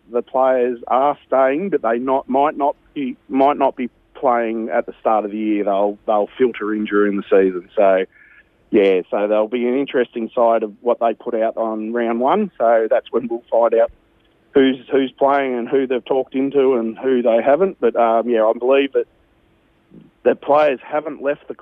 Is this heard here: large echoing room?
no